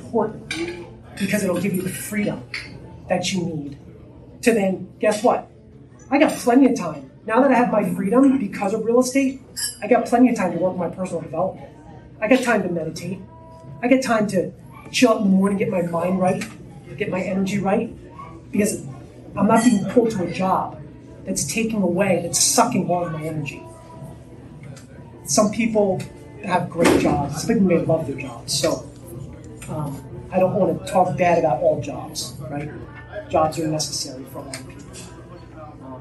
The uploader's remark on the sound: At an in-person real estate investor meet-up. This LIVE was recorded at a Real Estate Investor Meet-up Presentation.